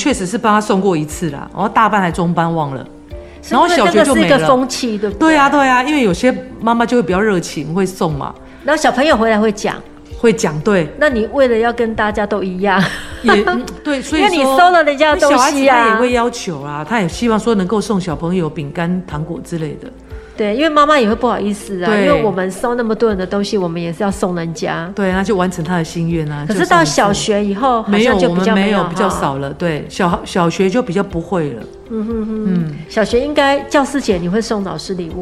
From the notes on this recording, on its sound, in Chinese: 錄音地點：瑪莉桃桃親子餐廳